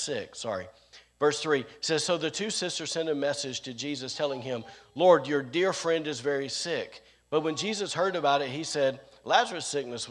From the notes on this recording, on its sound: Recorded on Sunday, January 9th, 2022, during service at The Anchor Church in Rockport, Maine.